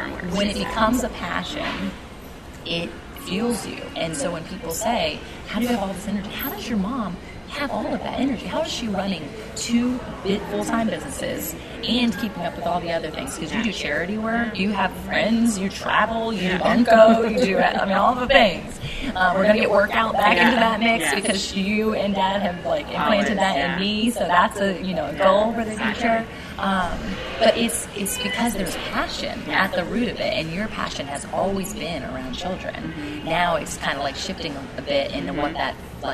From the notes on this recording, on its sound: We’re a little echoey because we are in a hotel lobby at the largest conference either of us had ever been too.